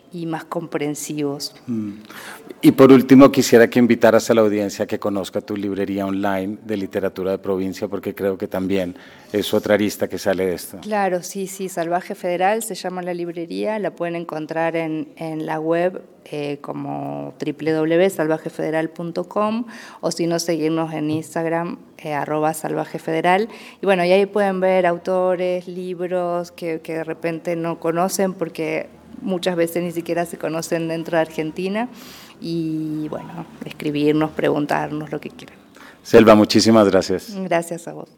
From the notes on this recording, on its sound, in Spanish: Traemos un capítulo grabado durante el Hay Festival Jericó 2024, al cual fuimos invitados por Comfama. Aprovechamos para realizar tres entrevistas màs cortas de nuestro formato habitual.